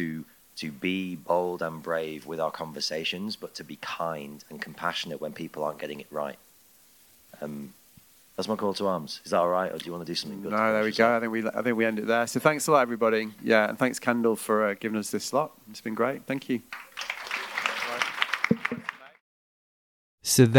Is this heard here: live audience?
yes